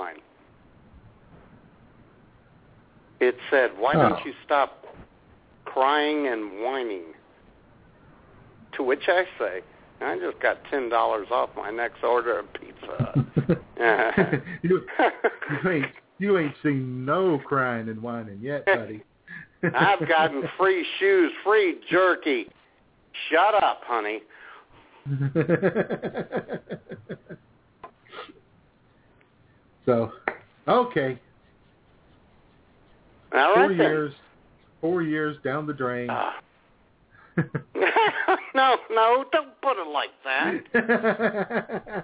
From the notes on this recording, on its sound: your phone calls